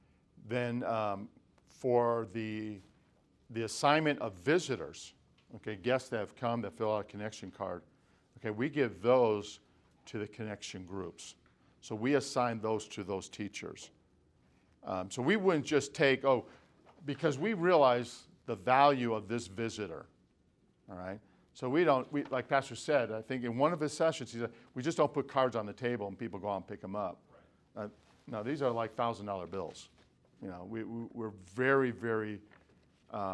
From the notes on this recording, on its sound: From the Spiritual Leadership Conference - Lancaster Baptist Church